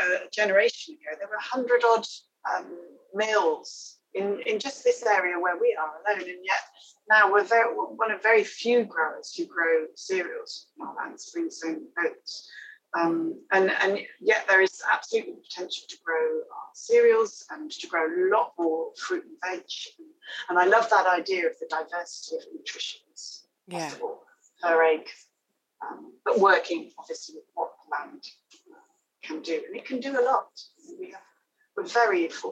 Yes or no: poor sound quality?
yes